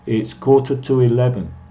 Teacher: Fija que estoy diciendo, como digo naturalmente, el two es muy reducido. · Term: to reducido